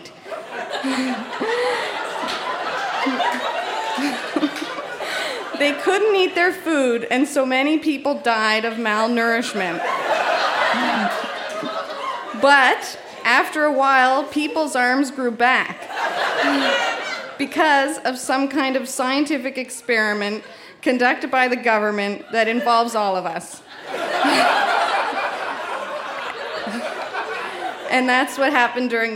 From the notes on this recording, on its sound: Recorded live at The Guild in Charlottetown, PE.